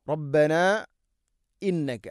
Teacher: മദ്ദിൻ്റെ അക്ഷരം അലിഫിന് ശേഷം ഹംസയാണ് ഇവിടെ മദ് മുൻഫസിൽ, നാലോ അഞ്ചോ ഹർക്കത്തിൻ്റെ ഖദറിലത് നീട്ടണം. റബ്ബന ഇന്നക, മദ് മുൻഫസിൽ നീട്ടാവുന്ന മദ്, മദ് ജായിസാണ്.